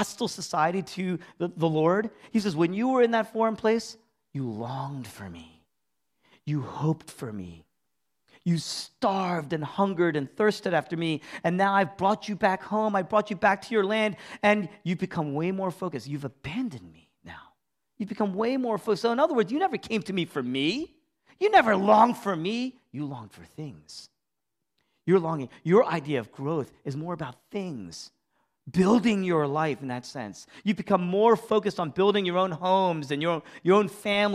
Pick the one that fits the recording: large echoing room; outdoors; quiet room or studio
large echoing room